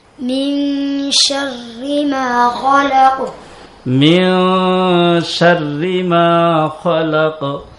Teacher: শিন এটাও জিহ্বার মধ্যখান তার বরাবর উপরের তালুর সঙ্গে লাগায়া